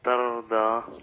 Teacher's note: التاء عندي مرققه، اقول ايه التاء؟ خلاص. الراء مفخمه تر، الضاد مفخمه ترضى